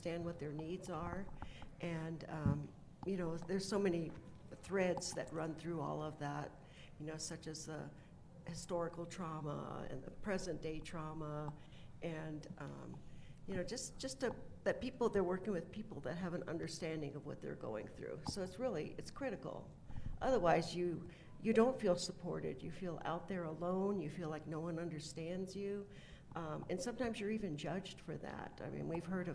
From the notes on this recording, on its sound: Broadcasting live from the Women Are Sacred conference. Broadcasting live from the Women Are Sacred conference.